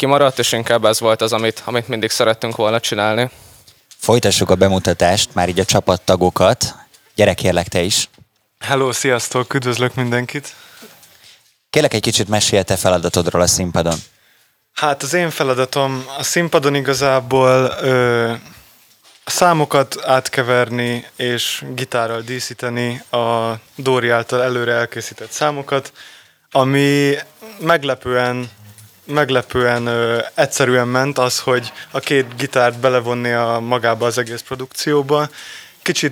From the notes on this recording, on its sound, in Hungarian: A Beat rádió kitelepült a 2021-es Művészetek Völgye Összművészeti Fesztiválra. Sok-sok fesztiválozóval.